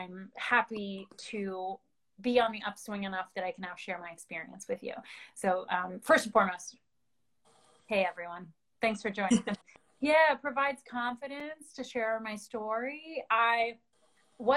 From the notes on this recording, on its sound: adapted from an Instagram Live interview